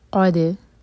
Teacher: क़ाफ़ को हलक से निकालेंगे और हैवी लेटर है तो मुँह भर कर पढ़ेंगे, और दाल पर सुकून है तो वहाँ पर क़लक़ला होगा।